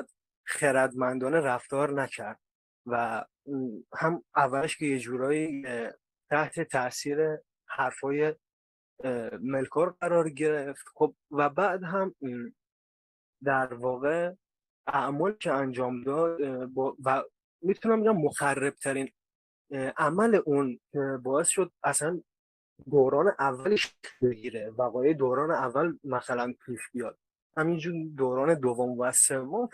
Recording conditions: video call